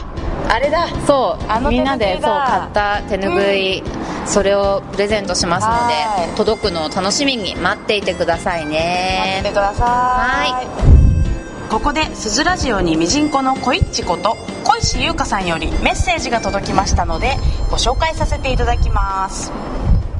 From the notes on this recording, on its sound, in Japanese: 今回の収録は野外だった為、聞きづらいところが多々あ。